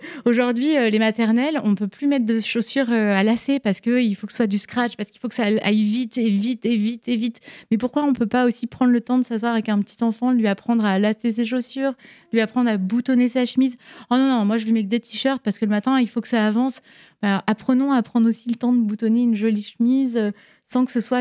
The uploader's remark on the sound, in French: C'est un épisode qui a été enregistré en LIVE lors d'un évènement. À Paris chez MAISON AUVATE.